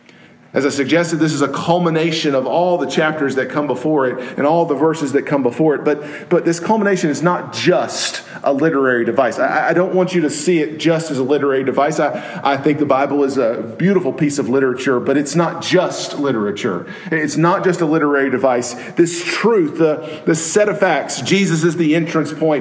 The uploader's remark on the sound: Preached at Maple Lawn Baptist Church in Reidsville, NC, on Sunday evening, October 23, 2016.